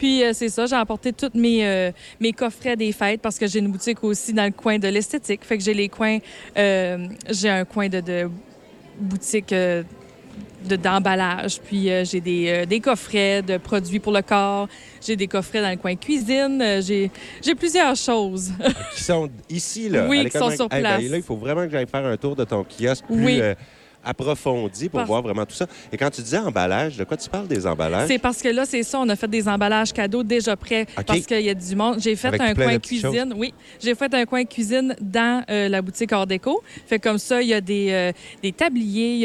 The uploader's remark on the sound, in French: En direct du marché de Noël de l'école Marie-Gaétane de Kedgwick.